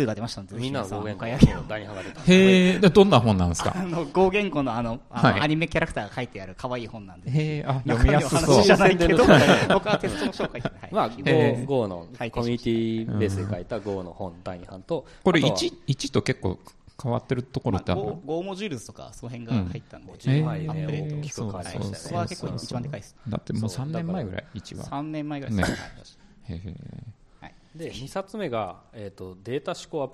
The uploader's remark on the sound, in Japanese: Builderscon 2019 公開収録。Builderscon tokyo 2019 DAY2 ランチセッション「ajitofm公開収録」。